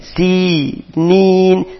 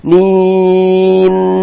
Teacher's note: Sinya dua rokat, ninya dua rokat. Panjang. Nin. Senyum lagi karena dia akhirnya ada huruf nun.